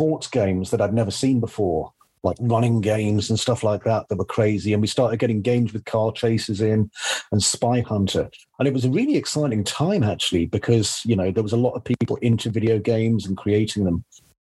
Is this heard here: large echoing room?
no